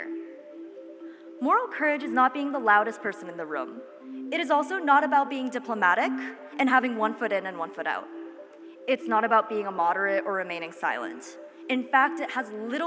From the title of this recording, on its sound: Sounds from Clark's 118th Commencement Ceremonies